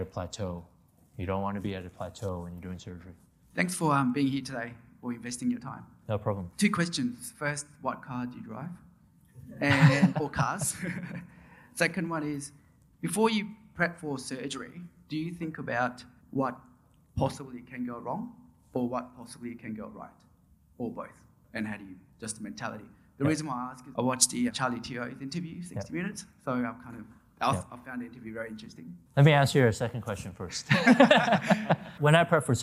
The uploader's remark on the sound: answers questions from the audience